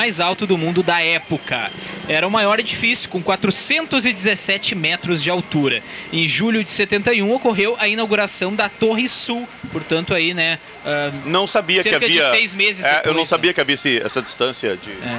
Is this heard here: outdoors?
yes